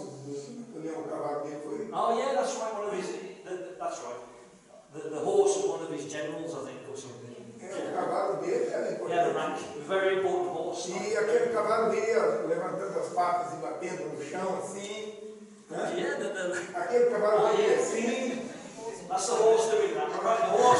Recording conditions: poor sound quality